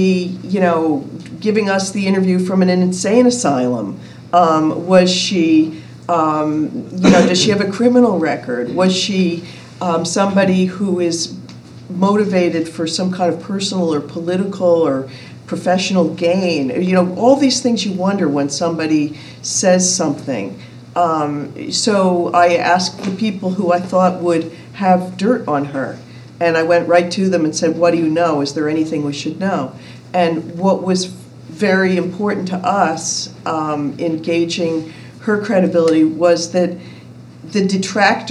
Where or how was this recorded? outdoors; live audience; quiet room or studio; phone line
live audience